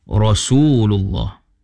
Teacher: Yang baca tadi baca rasulullah, dia kena baca ra, tebalkan ra